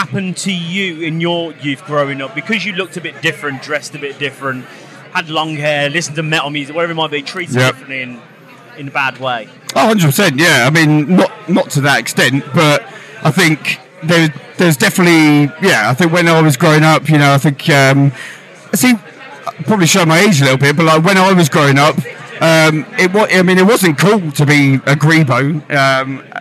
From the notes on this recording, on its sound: From our 'Live from Bloodstock 2023' series. Their set at the festival earlier on that day on the Sophie Lancaster stage.